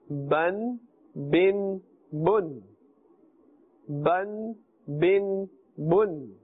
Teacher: This is pronounced from the wet part of the lips. Keep this in mind, from the wet part of the lips.